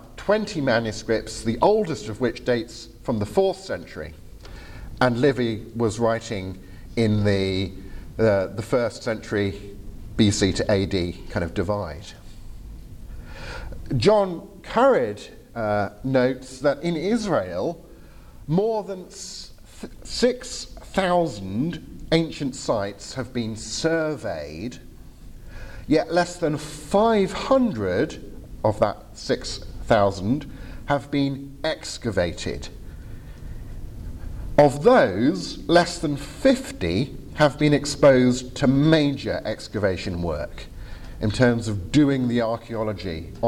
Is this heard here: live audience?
yes